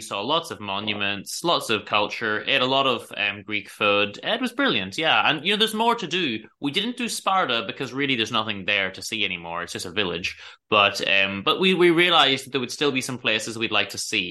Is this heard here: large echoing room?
no